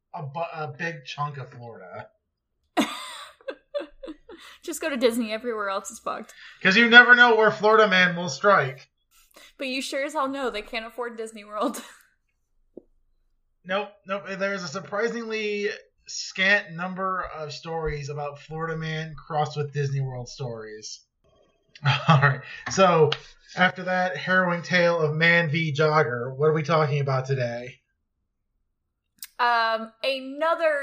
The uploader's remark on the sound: Battle through every imaginable technical difficulty. I only heard about half of it.